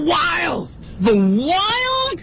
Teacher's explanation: could go,停顿 to the wild,啊，我们看一共三处停顿啊，明显的停顿是在 wished 和 go 的后面啊。那么整个这句话呢，他在说的时候呢，是告诉对方我真的是这么想的，而且我超兴奋的。对，所以这件事情他是蛮确认的。确认的话呢，那于是整个语调呢就是一个下沉的状态啊，同时呢又是兴奋的啊。兴奋体现在哪儿呢？就是 to thewild。他那个 wild 读得很野，非常野，很野外。对，the wild 读的都不像他自己了，那元音饱满的简直不像一个黑人英语